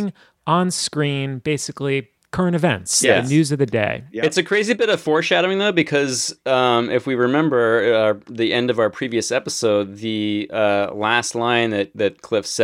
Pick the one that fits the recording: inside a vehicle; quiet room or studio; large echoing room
quiet room or studio